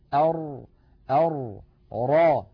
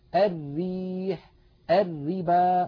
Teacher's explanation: اللوحة التي على يمين الشاشة تبين لنا مخرج الراء المفخمة، واللوحة التي على يسار الشاشة مخرج الراء المرققة. لاحظوا بأن مؤخرة اللسان في الراء المفخمة قد تصعدت إلى الحنك، بينما مؤخرته في الراء المرققة ما زالت مستفلة إلى أسفل اللسان، مع أن المنطقة التي يقرع فيها طرف اللسان اللثة واحدة، وهي المنطقة الزرقاء اللون الغامقة.